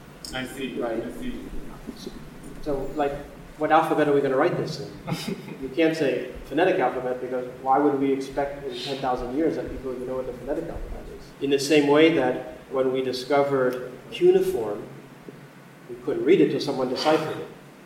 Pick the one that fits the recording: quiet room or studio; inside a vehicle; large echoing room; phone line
large echoing room